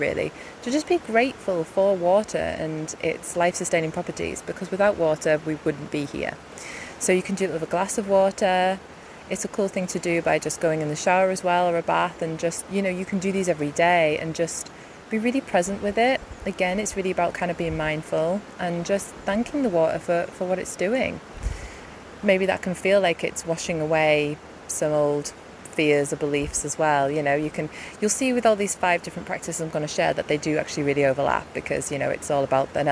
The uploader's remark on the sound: I recorded this next to my local river whilst out on a gorgeous walk, so hopefully the water sounds add to the listening experience.